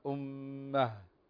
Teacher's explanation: إذا أردت أن تقفي على أمة تقفين عليها بالهاء، هنا تاء مربوطة تقفين عليها بالهاء